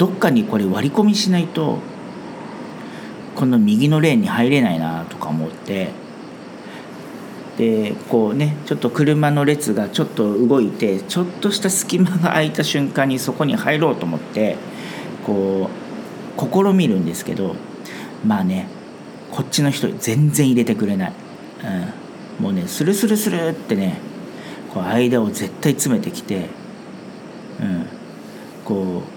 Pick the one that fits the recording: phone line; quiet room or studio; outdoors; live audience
outdoors